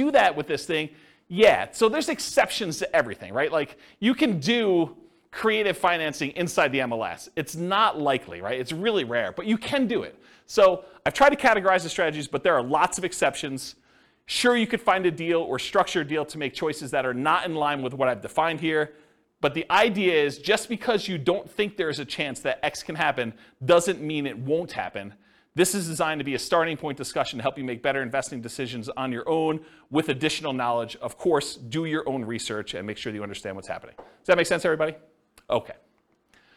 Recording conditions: live audience